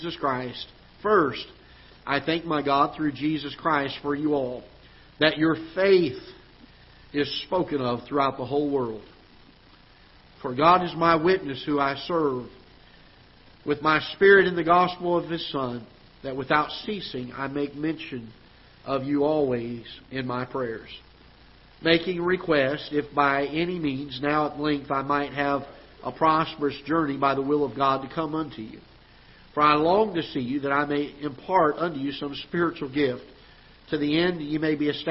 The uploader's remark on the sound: Ketha Heights Baptist Church ~ Live Broadcast